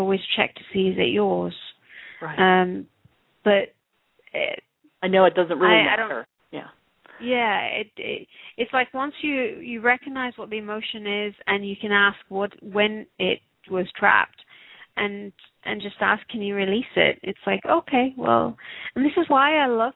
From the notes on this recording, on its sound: Takes your calls for healing live today!